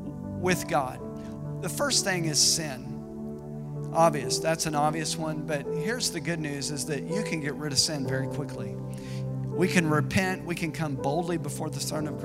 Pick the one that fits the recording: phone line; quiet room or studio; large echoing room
large echoing room